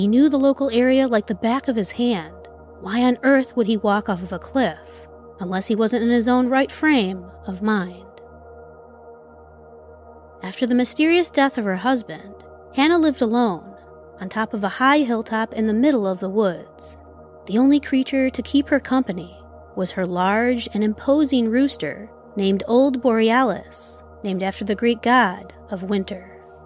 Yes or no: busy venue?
no